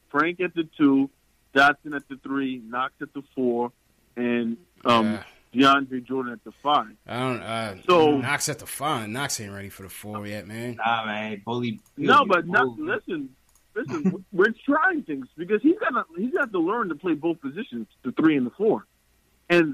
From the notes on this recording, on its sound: take live phone calls from fans around the world